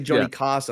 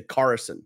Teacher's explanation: Like I would say Carson, right? If I say Johnny Carson, I don't hit the R · Shown in: first take · but an American would.